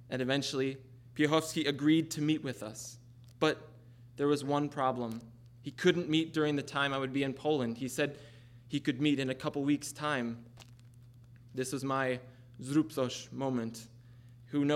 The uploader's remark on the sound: Recorded live at the Marion Ross Performing Arts Center in Albert Lea, MN.